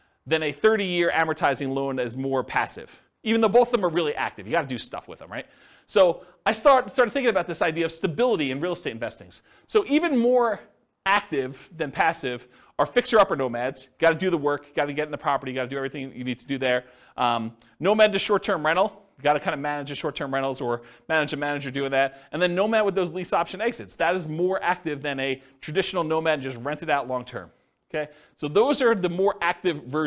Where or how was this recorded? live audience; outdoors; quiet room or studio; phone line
live audience